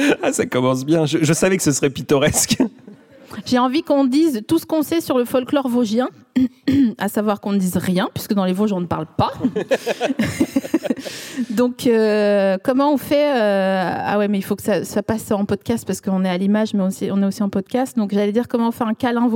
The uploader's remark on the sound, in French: Produit par Binge Audio, enregistré en mars 2022 à la Scala Paris.